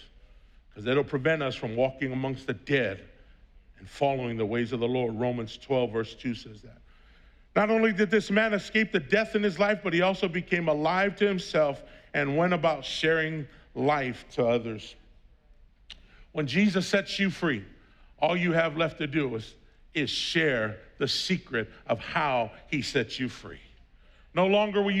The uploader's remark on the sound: Was preached on June 6th at the 8:30AM service.